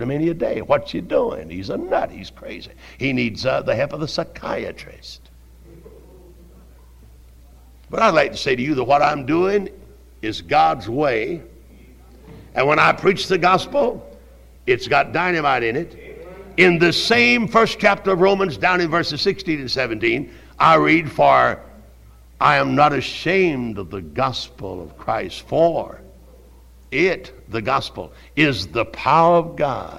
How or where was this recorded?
large echoing room